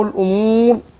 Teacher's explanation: الواو بتخرج منين من الشفتين مش من الخيشوم